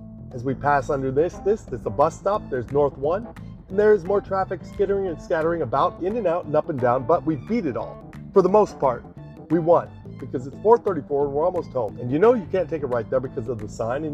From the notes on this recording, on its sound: The segment today begins with us driving off the lot of a daycare school in NBV and heading towards the West Elm store in midtown.